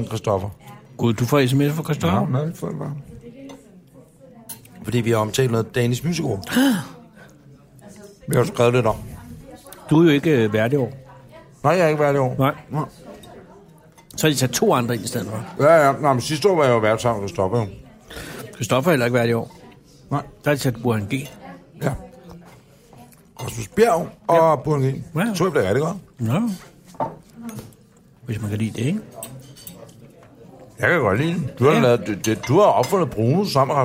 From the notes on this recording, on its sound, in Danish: Restaurant Fischer i København og det er her denne episode er optaget